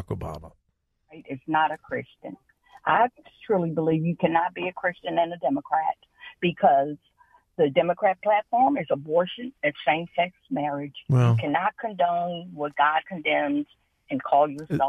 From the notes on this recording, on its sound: Open Phone Friday.